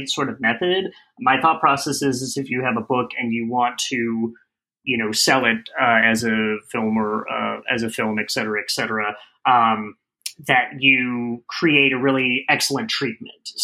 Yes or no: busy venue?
no